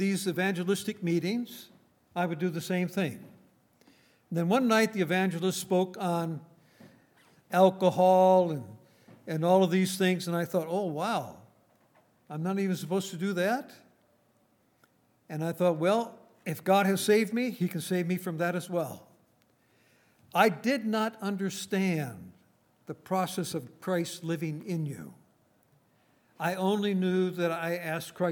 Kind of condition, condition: setting, large echoing room